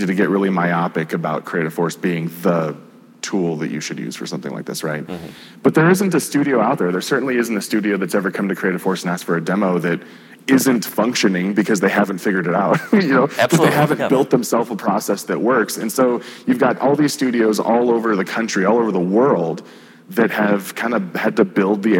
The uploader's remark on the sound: Live at the Salt Lake City Studio Mixer